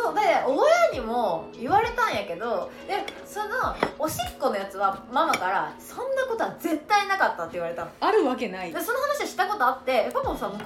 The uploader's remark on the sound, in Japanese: 今回は宅飲みしながらの収録会って話してるのでいつもよりうるさいです